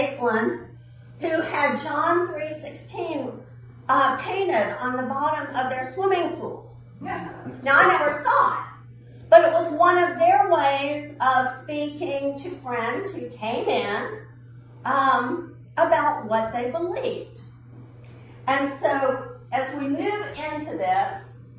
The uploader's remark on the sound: at the 9AM service